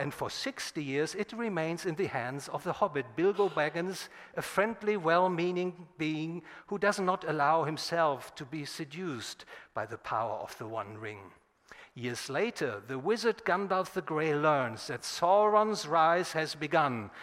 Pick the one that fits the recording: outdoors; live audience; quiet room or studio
live audience